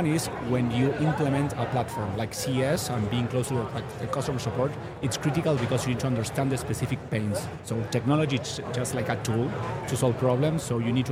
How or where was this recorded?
busy venue